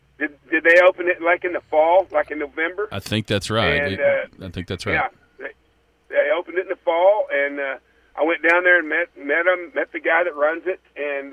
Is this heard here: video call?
no